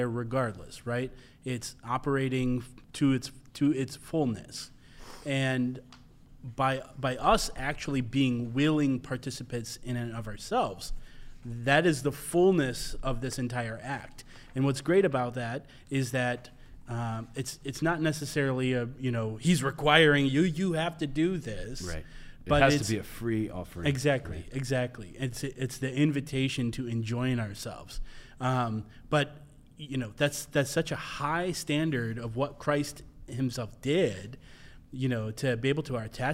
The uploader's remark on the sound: On his home turf at Benedictine College. This episode was filmed in front of a live studio audience by the fellows and production staff of Ex Corde.